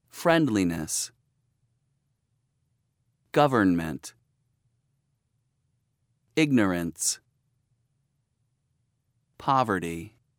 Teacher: Stress on first syllable